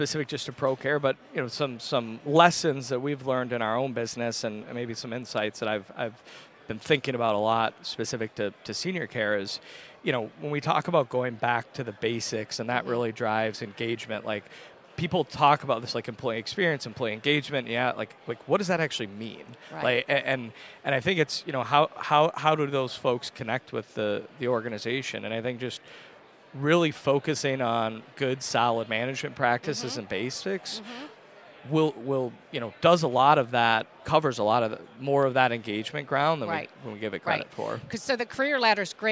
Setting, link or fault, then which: setting, busy venue